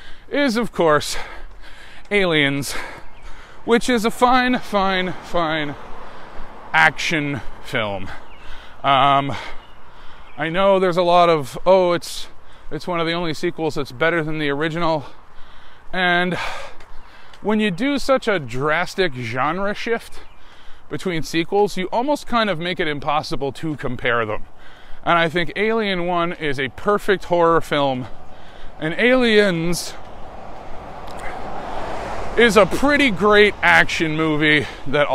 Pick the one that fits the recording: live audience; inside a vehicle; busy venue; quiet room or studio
inside a vehicle